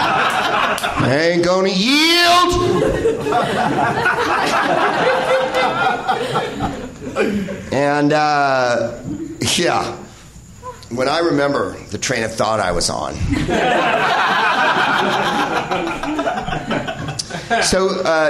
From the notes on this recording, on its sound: Live from the NerdMelt Showroom in LA